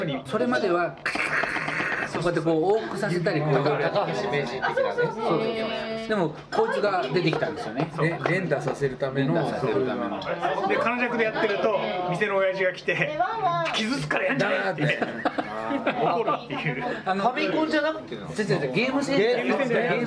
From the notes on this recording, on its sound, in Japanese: バルで収録したため結構ガヤガヤしてます。